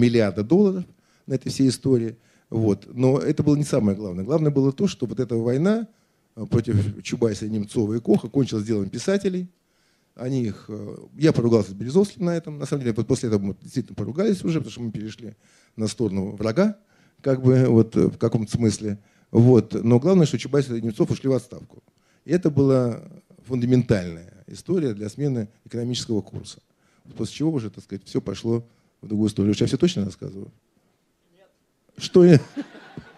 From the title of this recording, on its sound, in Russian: Публичная дискуссия